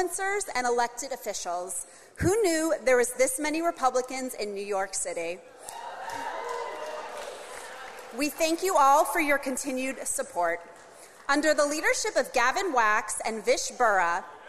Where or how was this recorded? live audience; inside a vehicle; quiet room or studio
live audience